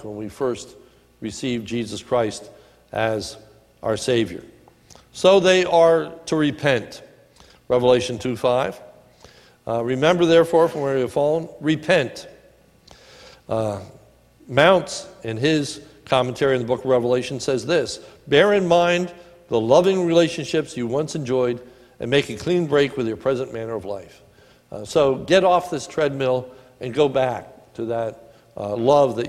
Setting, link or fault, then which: setting, large echoing room